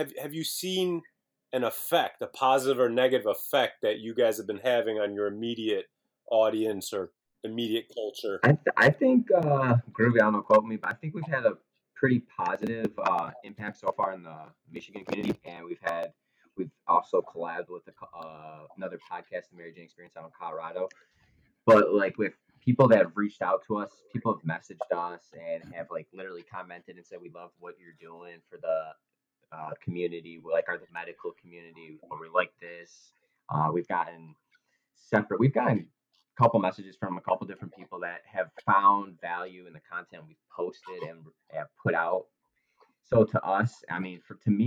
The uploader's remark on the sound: This is a remote podcast due to COVID-19, therefore audio quality is downgraded.